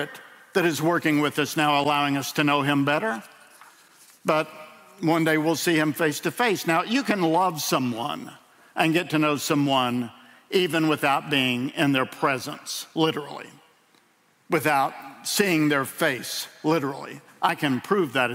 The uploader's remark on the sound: In a sermon delivered at World Outreach Church.